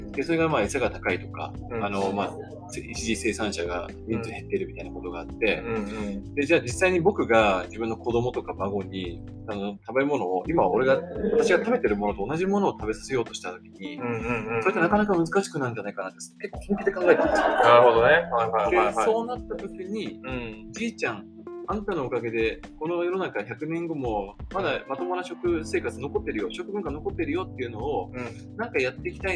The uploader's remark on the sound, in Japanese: 今回の収録はゲスト回ということで、外部で一発録りをしている都合、背景にノイズ・人の声が入ってしまっております。